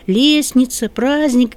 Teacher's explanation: где мы «т», «д» не произносим